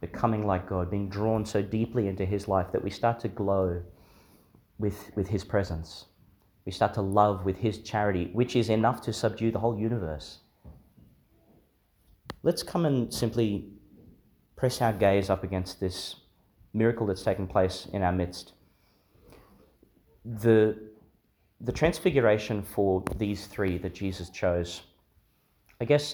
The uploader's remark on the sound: delivered in St Joseph's Church, Biloela, Qld.